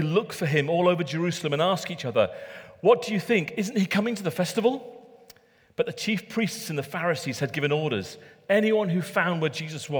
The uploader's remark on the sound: Recorded at Middlesbrough Community Church.